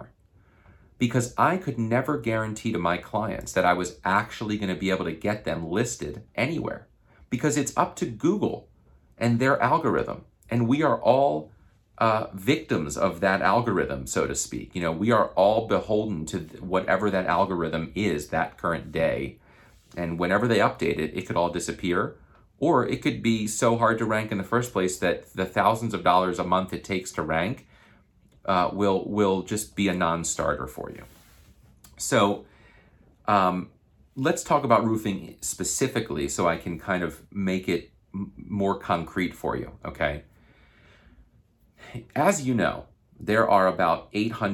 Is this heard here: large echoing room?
no